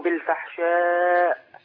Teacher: الهمزه ما فيش بعدها صوت خالص ولا نفس، والفحشاء بس اقطع صوت ونفس.